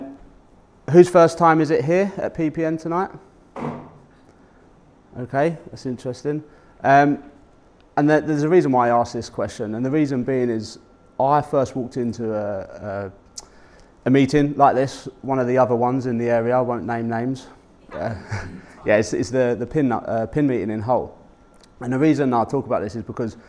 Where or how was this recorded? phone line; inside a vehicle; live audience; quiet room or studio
live audience